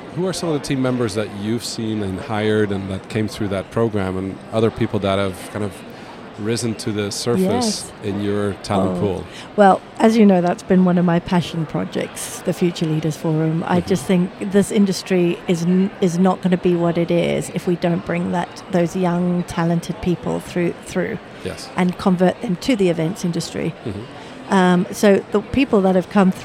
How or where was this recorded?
busy venue